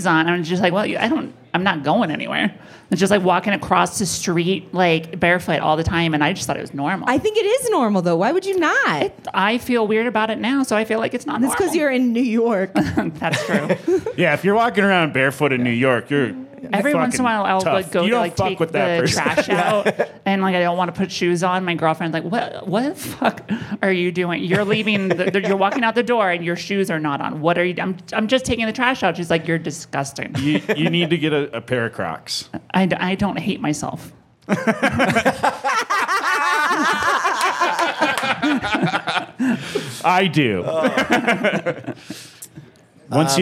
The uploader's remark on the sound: live at the Vail Comedy Festival